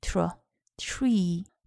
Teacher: 它是由 t 向 r 滑动的一个组合辅音